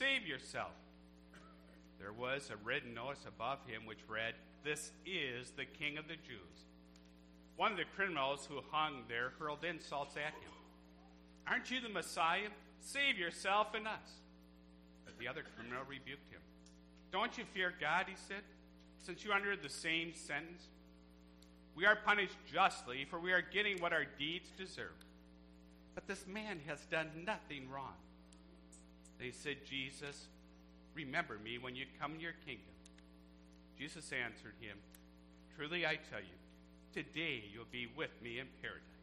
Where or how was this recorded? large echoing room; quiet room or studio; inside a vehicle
large echoing room